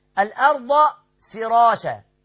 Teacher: فراشة الراء مفخمة والفاء مرققة دائما دائما